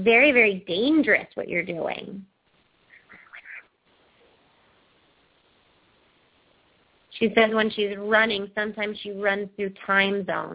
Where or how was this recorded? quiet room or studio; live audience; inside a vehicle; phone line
phone line